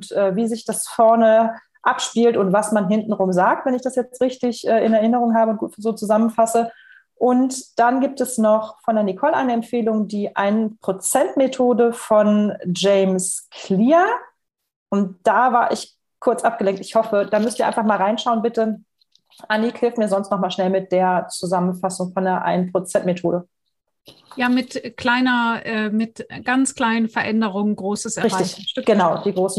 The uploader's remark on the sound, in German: Podcast zum interaktiven Live-Webinar.